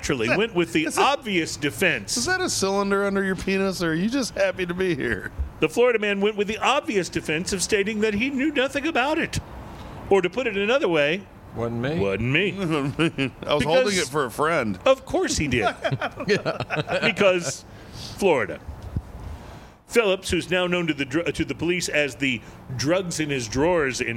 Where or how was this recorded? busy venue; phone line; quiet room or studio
busy venue